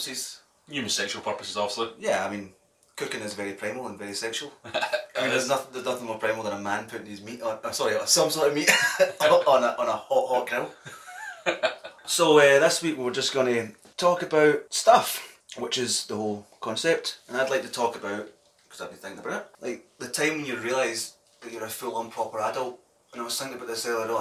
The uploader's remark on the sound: POOR SOUND QUALITY